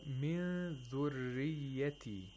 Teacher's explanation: Whenever ra has a kasra, you have to pronounce it with tarqiq. Thinness. In hafsan asam, okay, for the most part.